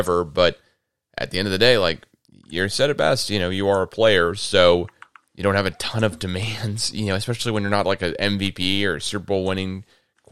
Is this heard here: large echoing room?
no